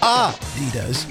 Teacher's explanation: with a slight emphasis on the first syllable, not Adidas, stressing the second